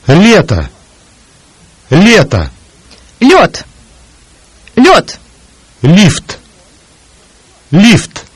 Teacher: The palatalized consonant L. The Russian soft L sound is pronounced with the front of the tongue pressed against the alveolar ridge and the middle part of the tongue raised toward the palate.